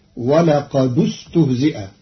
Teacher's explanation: قرأ قالون كلمتي ولقد استهزئ بضم الدال وصلا لضم ثالث الفعل فتصير ولقد استهزئ.